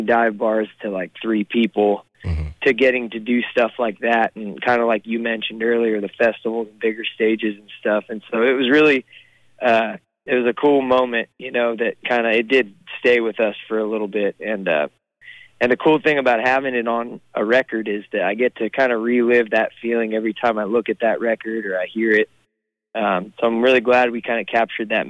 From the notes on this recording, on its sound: on the phone, from the road